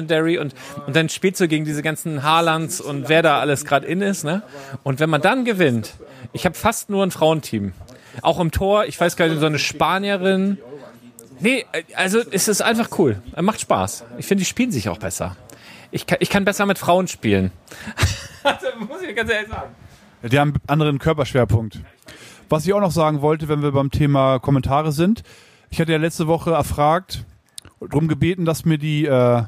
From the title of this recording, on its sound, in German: Live aus dem LEGO Lädchen!